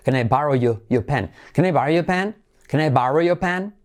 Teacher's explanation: ese your, cuando lo aceleras casi la R ni se dice, como si estuvieras en Inglaterra.